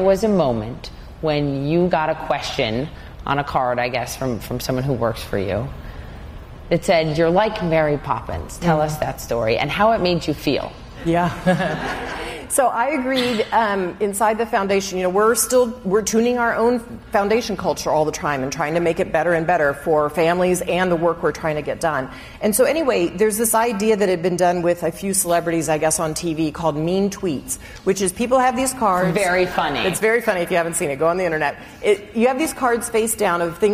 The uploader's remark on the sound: Recorded in Dallas in front of a live audience on "The Moment of Lift" book tour.